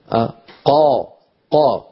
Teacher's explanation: الصوت قد استعلى إلى أعلى الفم ولكنه لم ينطبق · Term: مستعل منفتح